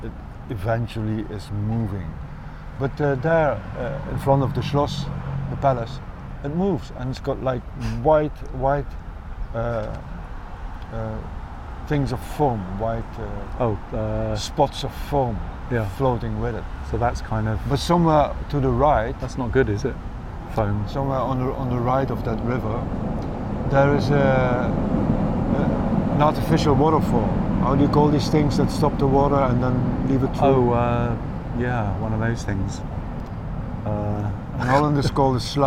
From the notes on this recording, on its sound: Radio On Berlin. Sat down in the junkie park right outside the Radio On studio in Kreuzberg. Amidst traffic noises, sirens, u-bahn traffic and butterflies fluttering around. Homeless wasps annoying people eating cakes. Against a background of eternal traffic noises.